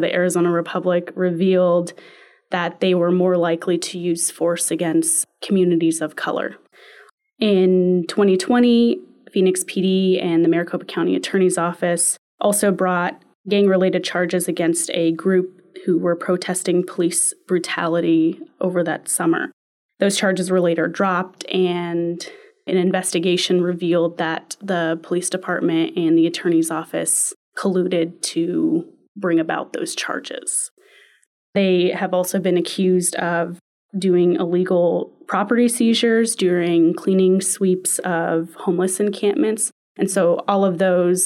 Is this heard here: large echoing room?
no